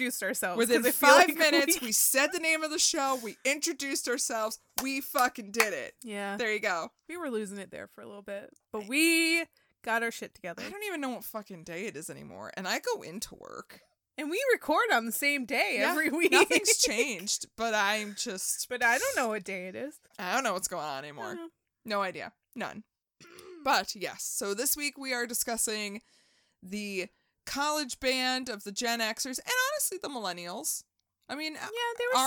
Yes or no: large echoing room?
no